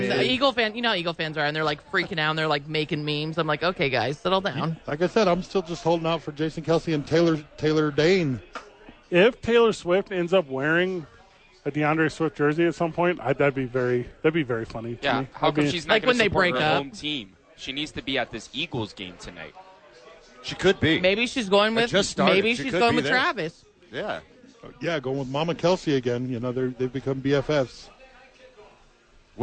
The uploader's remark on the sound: live from Howies